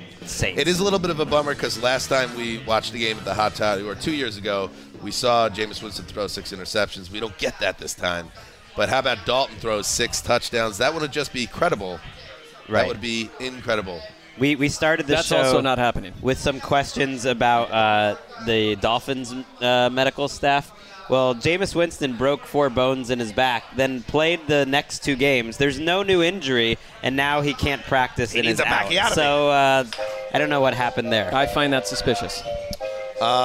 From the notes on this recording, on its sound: A table at the Wilton Arms pub in Knightsbridge